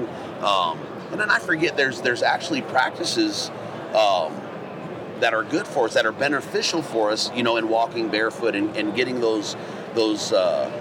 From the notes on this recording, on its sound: Continuing with the live recordings from Western Hunting and Conservation Expo in Salt Lake from the Initial Ascent booth!